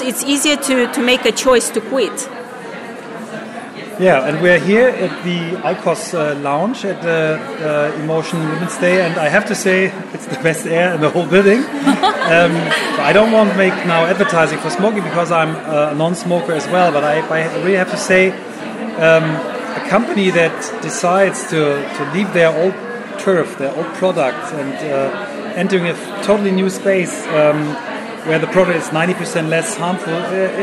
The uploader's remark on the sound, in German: live vom Emotion Women´s Day 2019